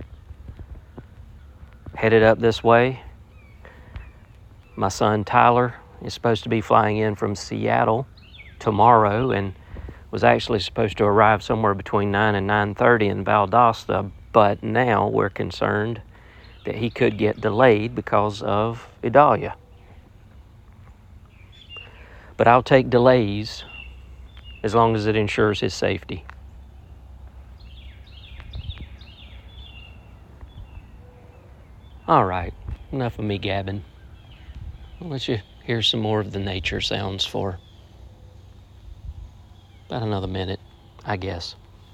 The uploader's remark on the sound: Many mornings I like to walk out of my office and down my driveway and just listen to the birds, the insects, the dogs barking in the distance. It's a little under 10 minutes and is mostly nature sounds and me talking a bit. It was recorded on my iPhone. The sounds of nature on an early Tuesday morning in South Central Georgia.